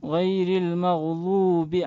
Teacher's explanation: غير المغضوب، ضوب يعني مخرج الضاد، غير المغضوب مش المغضوب، مش من مقدمة اللسان، ضاد من طرف اللسان